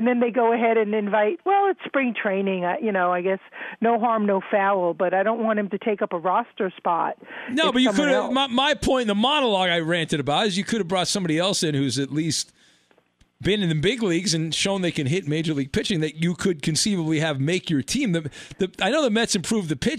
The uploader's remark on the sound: rounds out the night with your phone calls